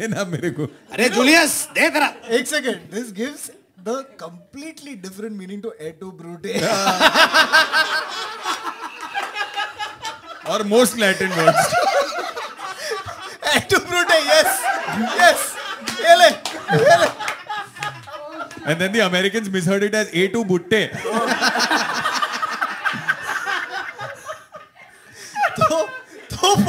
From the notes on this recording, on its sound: This is our second live show